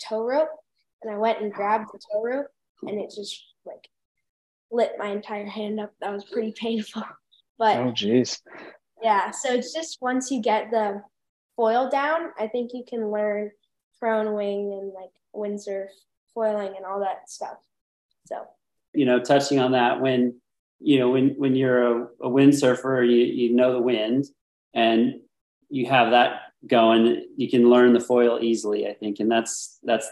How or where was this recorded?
video call